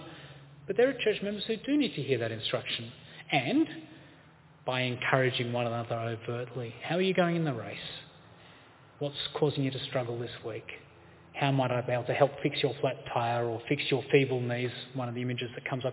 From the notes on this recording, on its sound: This presentation is at St Jude's Anglican Church, Carlton, Victoria on 1 February 2023.